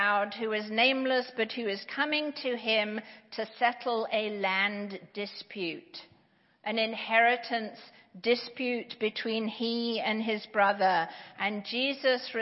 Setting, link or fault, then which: setting, large echoing room